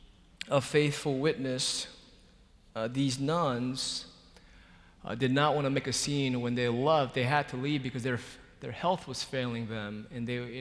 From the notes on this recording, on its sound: Worship at Myers Park (ASL). Live from Myers Park United Methodist Church in Charlotte, North Carolina.